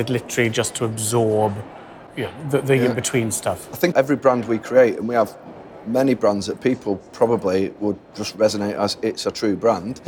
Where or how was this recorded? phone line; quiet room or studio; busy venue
busy venue